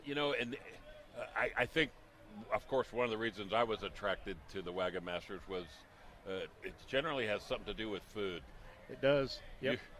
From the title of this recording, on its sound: Live from the 2012 Chili Cook-Off